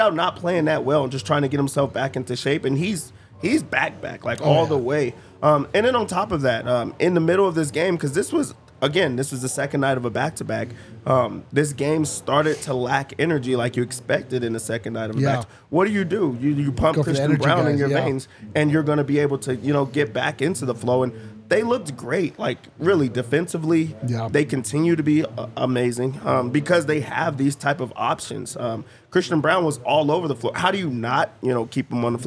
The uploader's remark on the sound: LIVE from thew DNVR Bar